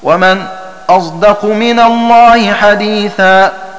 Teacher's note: أن تخلط لفظ الصاد بالزاي وتمزج أحد الحرفين بالآخر بحيث يتولد منهما حرف ليس بصاد خالصة ولا بزاي خالصة، ولكن يكون صوت الصاد متغلبا على صوت الزاي كما ينطق العوام بالضاء. · Term: الإشمام